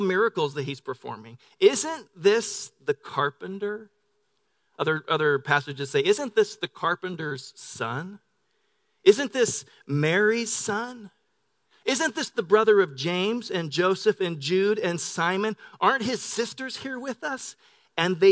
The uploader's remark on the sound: Delivered on 25 November 2018 at Grace Church of La Verne. Delivered on 25 November 2018 at Grace Church of La Verne.